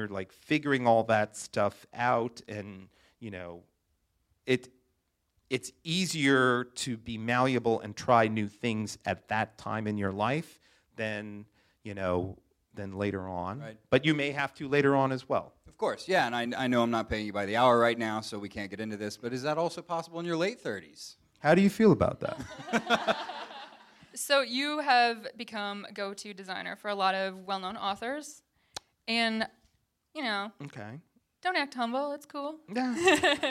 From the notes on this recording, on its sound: Recorded live at Wythe Hotel. As part of The Great Discontent Live event series.